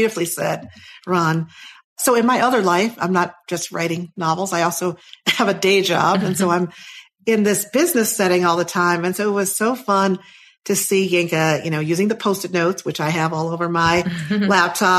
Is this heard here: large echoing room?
no